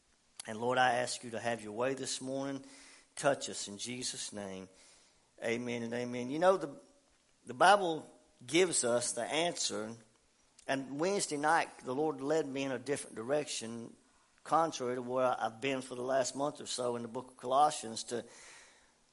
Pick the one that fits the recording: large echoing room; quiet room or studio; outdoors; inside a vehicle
large echoing room